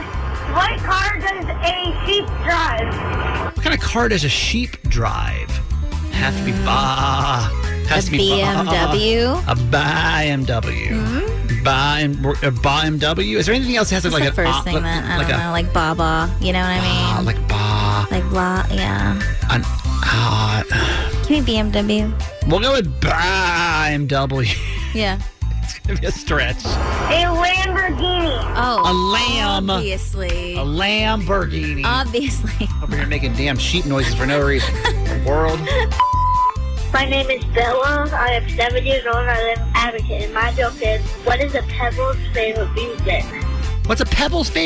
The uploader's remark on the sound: Maryland listeners called in to tell us some of the dumbest things their partners did without telling them.